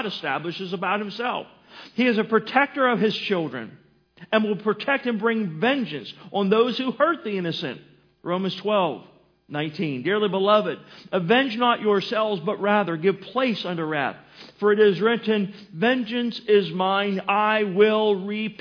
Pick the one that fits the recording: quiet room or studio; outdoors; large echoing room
large echoing room